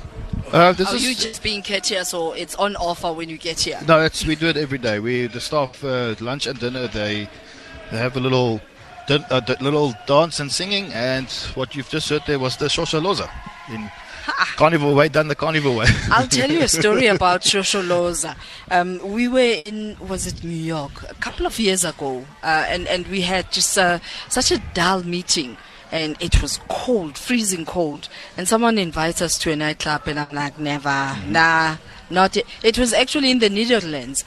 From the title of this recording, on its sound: OB - Misty Hills Country Hotel - Carnivore restaurant